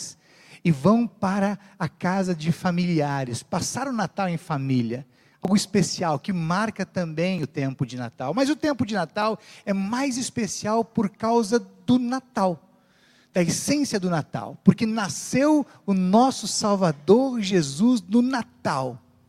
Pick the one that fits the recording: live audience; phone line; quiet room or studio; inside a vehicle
live audience